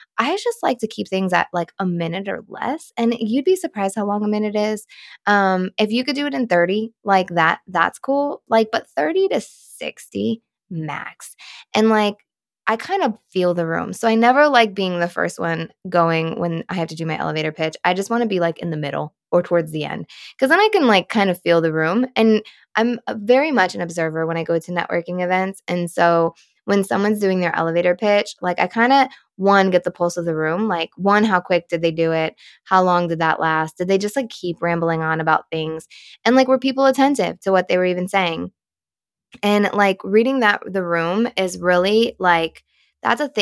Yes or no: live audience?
no